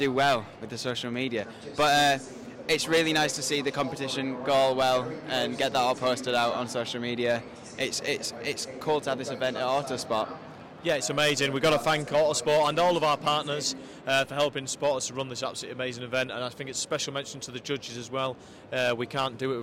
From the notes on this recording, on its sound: recorded directly from the Lenovo F1 in Schools UK National Final 2022 at Autosport International